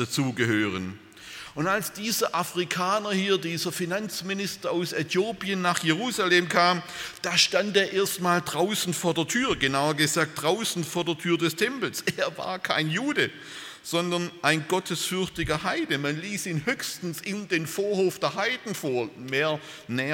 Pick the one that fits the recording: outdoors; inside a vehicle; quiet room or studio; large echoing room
large echoing room